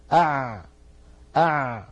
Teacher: فالعين حرف مجهور، والعين حرف بين الرخو والشديد بالنسبة لجريان الصوت